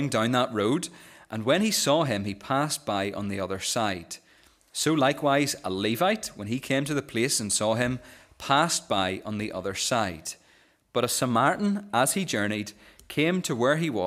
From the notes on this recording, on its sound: This is the recording of the Bible reading and sermon from our morning service on Sunday 15th October 2023.